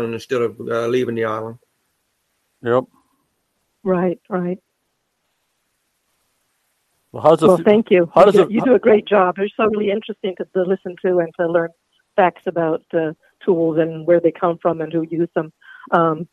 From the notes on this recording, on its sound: LIVE CALL